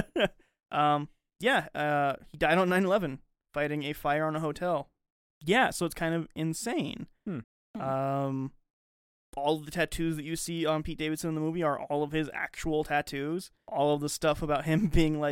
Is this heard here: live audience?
no